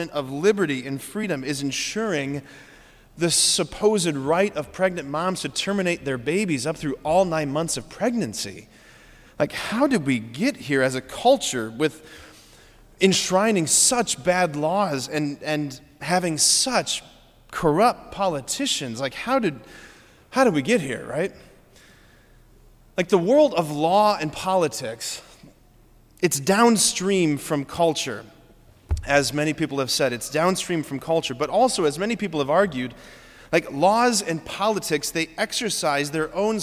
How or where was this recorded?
large echoing room